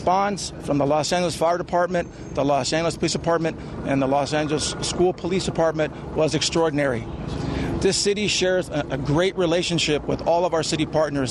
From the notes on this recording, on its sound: Live press conference of the shooting.